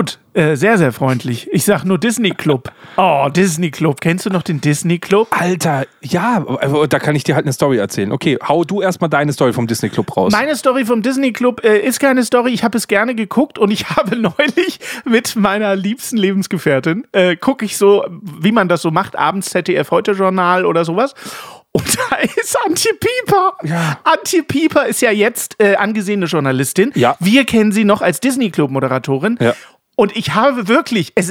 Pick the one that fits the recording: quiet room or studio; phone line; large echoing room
quiet room or studio